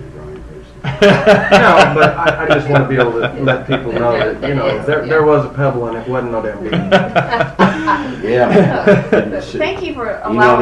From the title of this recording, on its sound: Live From Alien Con